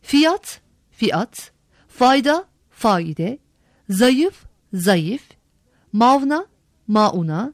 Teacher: bazı alıntı kelimelerde ünlüler arasında Y, V sesleri türemiştir · Term: Ünsüz türemesi Y, V